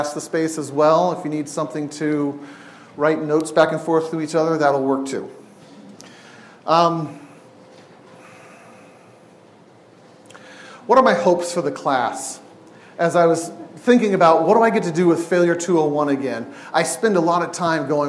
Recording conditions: live audience